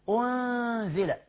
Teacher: النون اصلا بتخفى وبيبقى منها بس الغنة بتاعتها · Term: الإخفاء